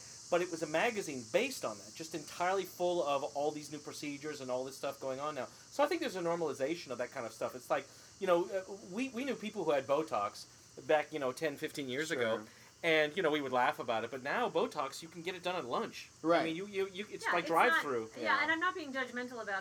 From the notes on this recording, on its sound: A note on the audio: this is actually done on my screen porch outside so you get to enjoy the crickets and wind chimes in their native glory. Also, Im currently using a single mic for all participants.